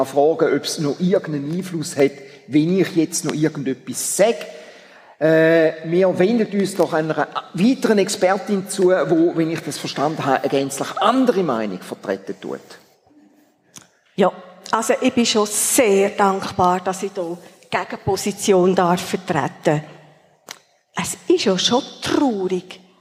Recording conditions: large echoing room